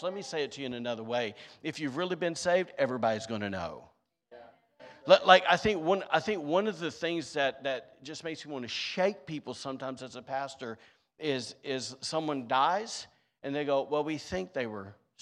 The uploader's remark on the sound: Was recorded on Sunday, April 23rd, 2023, during service at The Anchor Church in Rockport, Maine.